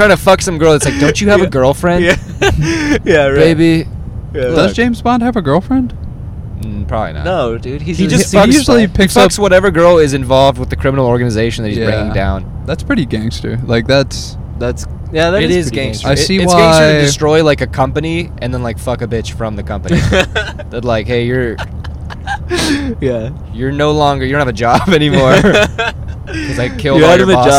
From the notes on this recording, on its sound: We were risking our lives to record this while driving 123 miles per hour.